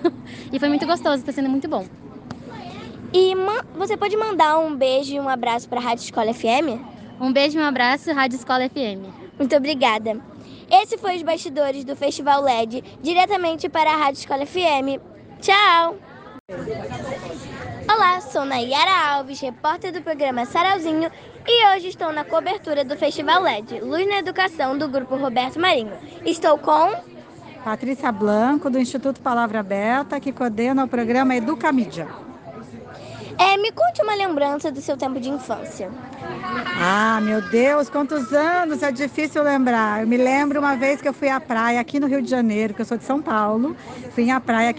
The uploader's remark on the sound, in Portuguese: Entrevistas realizadas no festival led 2023